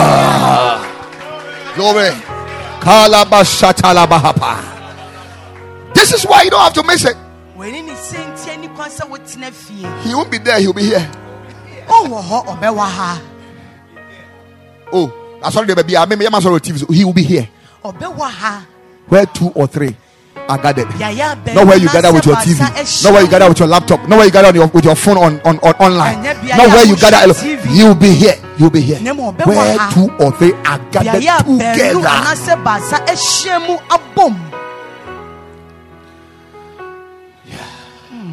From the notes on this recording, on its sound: Preached at the Ekklesia Campus